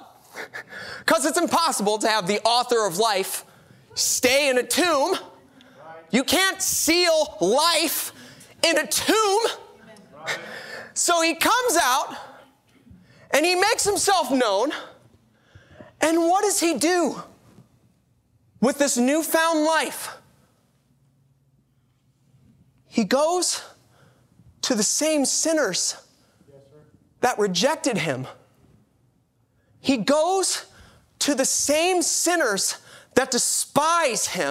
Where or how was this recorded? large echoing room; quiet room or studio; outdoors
large echoing room